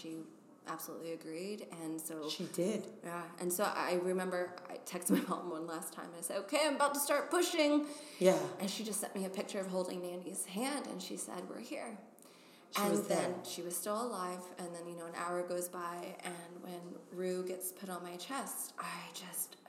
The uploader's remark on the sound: We recorded our conversation in a big, airy conference room at The Wing in SoHo.